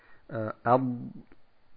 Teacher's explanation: Bei diesem Harf gibt es kein Qalqala, im Gegensatz zu dem Fehler, den viele Leute machen. Das heißt, wir sagen nicht Abba, yani, sondern wir sagen Ab und bleiben an sich komplett darauf stehen, yani, verschlucken das mehr oder weniger.